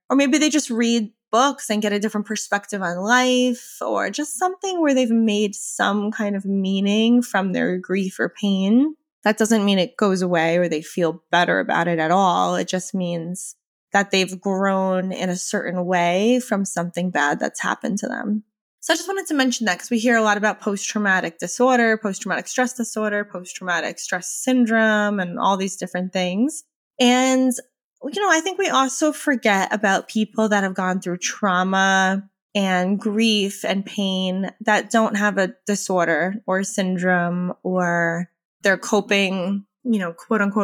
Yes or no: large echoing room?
no